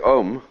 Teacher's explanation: when you say om, you begin at the back of your throat with O and you finish at your lips. And so you take in the whole range of sound.